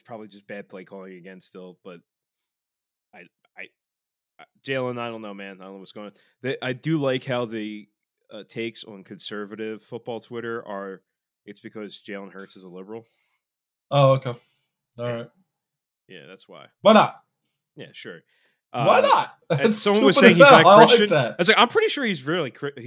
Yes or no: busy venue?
no